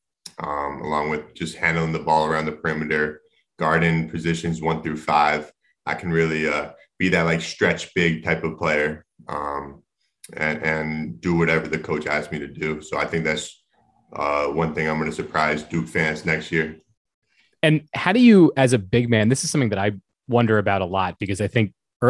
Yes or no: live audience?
no